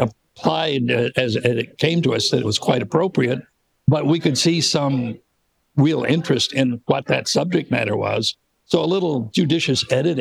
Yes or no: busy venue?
no